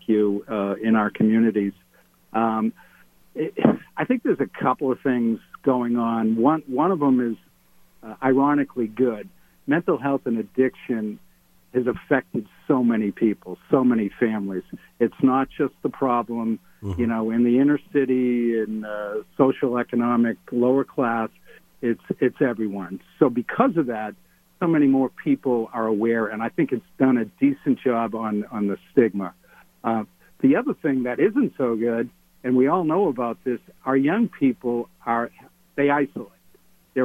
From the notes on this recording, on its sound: Was in the Sig Sauer Studios fresh from the Iowa Caucus. Called in the first hour of the show. Called in LIVE from Detroit.